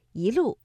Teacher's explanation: 第一句的“一路霜林”，我们的“一”读二声“一路”